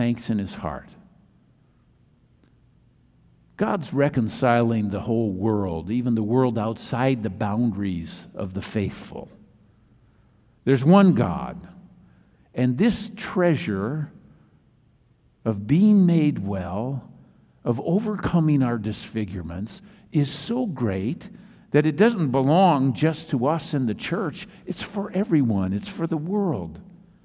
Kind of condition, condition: setting, large echoing room